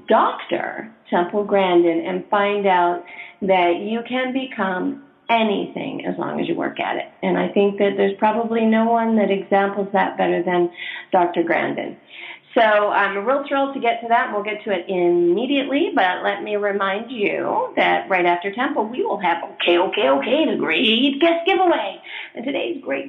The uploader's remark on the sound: calls us from the airport